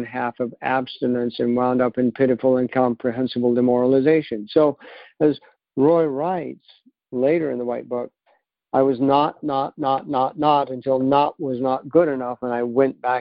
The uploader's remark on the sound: 2019 New Years Day Phone Conference